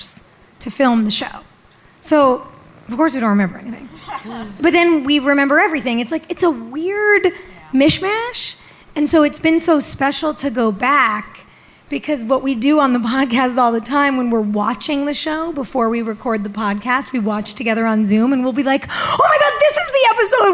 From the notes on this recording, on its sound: wrap up their road trip with a Q&A live from Philly!